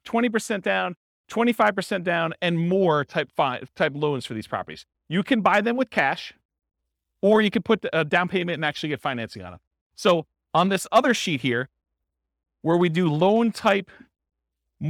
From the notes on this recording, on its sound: This was a live class recorded